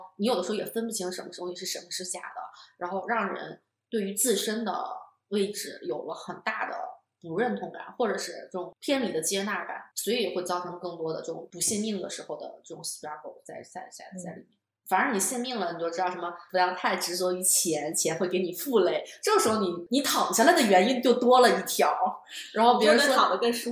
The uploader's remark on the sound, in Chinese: 音质依旧有点飘忽不定，但目前已经斥巨资在改善录音设备了。